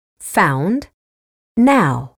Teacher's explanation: Le son voyelle de found et de now est une diphtongue. Pour la prononcer, on glisse de la voyelle de cat vers celle de look. On le représente par le symbole ow dans le dictionnaire.